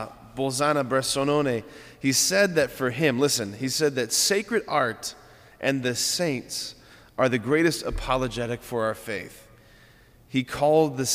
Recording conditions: large echoing room